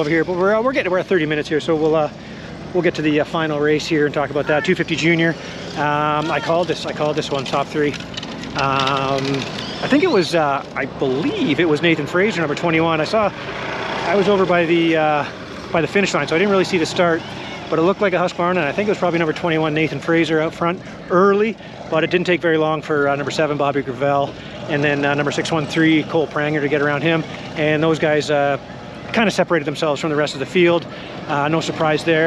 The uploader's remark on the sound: 2023 TransCan Day 1 Walk And Talk Podcast